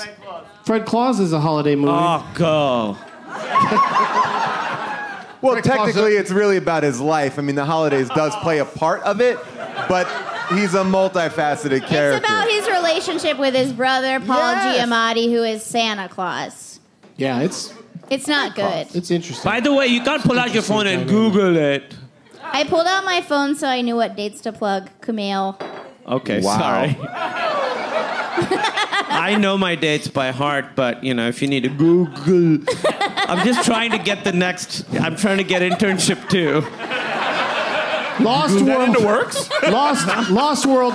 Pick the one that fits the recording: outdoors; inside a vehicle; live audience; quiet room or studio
live audience